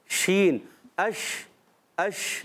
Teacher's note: منہ میں آواز پھیل گئی، اس کو کہتے ہیں منہ میں آواز کا پھیل جانا